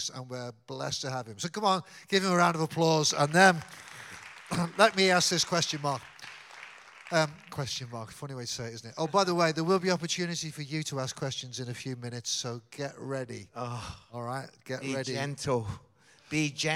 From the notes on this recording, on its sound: The hilarious 5.30 PM Q&A service. Answered live questions from the congregation.